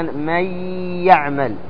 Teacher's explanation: الفرق بين الإضغام والإخفاء: أولا الإضغام يصحبه التشديد والإخفاء غير مصحوب بتشديد، يعني عندما تضغم تشدد الحرف فتقول مثلا من يعمل تشدد الياء مع إخراج الغنة